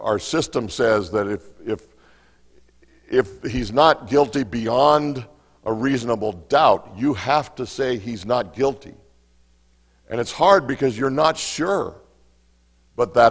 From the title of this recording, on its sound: Mt. Zion Church Live!